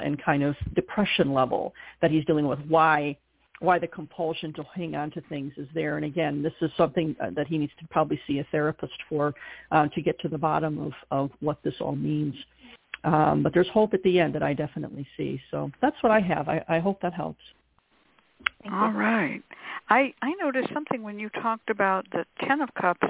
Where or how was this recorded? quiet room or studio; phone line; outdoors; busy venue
phone line